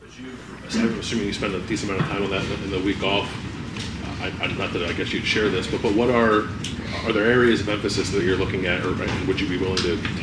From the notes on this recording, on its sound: The Land-Grant Podcast Network will be bringing you uncut audio primarily from Ohio State press conferences, but also from individual interview sessions. Press conferences at the Woody Hayes Athletic Center. Met with the collected media.